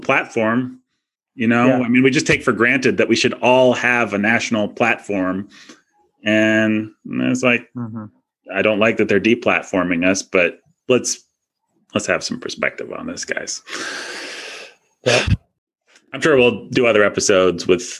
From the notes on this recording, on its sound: Recorded on Zoom (where we currently still have a platform).